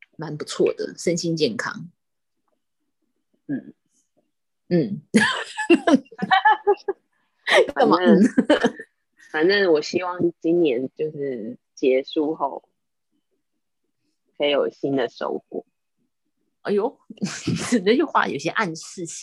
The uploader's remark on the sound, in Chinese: 因為我們要厲行居家隔離，所以錄音工作改成遠距錄音。第一次操作還有很大的改進空間。